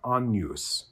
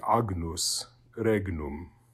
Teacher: The combination GN in classical pronunciation is just pronounced like a GN, gno, something like that. Whereas in ecclesiastical Latin, it's got the kind of NY sound of canyon. · Shown in: first take